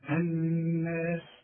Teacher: الناس طبعا أنا عايز أذكرك بأن النون المشددة لازم تغن بمقدار حركتين